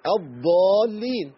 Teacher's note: الضاد اللي بنقرا بيها هي الضالين اللي هي قليله الرخاوه بنسبه بسيطه